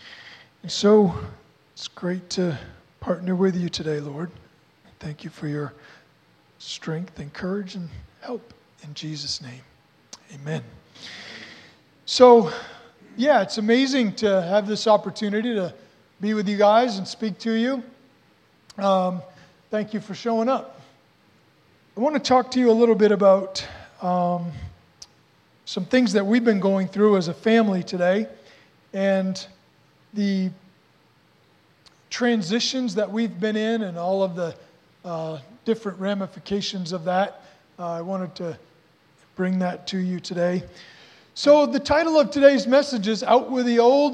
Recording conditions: large echoing room